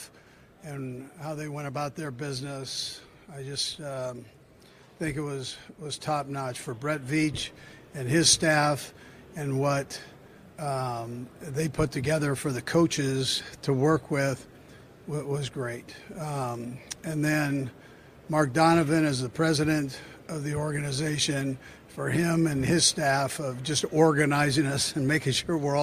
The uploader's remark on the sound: live from the NFL Combine